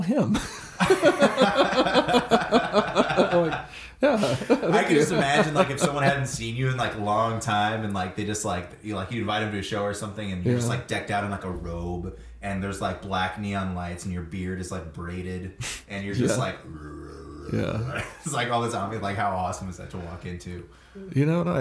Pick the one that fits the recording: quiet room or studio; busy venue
quiet room or studio